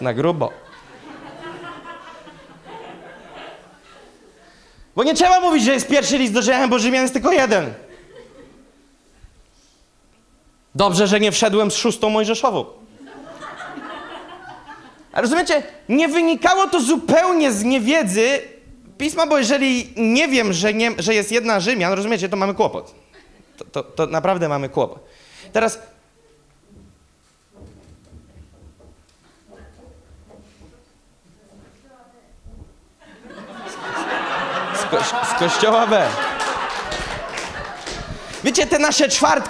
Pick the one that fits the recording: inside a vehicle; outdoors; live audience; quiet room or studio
live audience